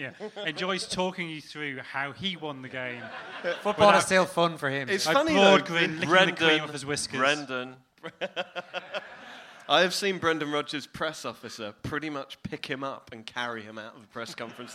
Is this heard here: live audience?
yes